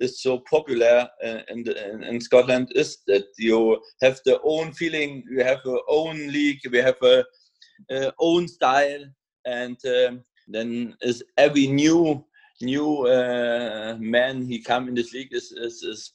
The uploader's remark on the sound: we caught up over Zoom to talk it all through